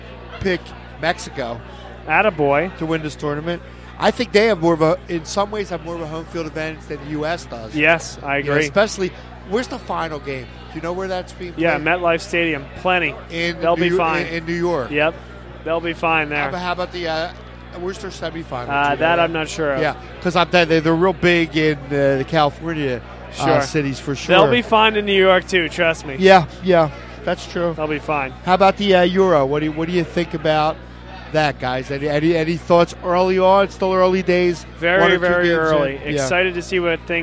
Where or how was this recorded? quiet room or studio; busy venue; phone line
busy venue